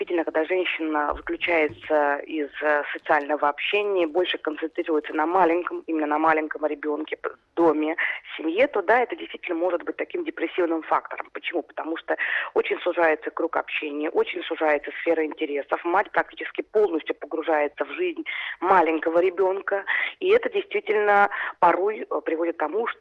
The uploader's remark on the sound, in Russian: В студии. По телефону.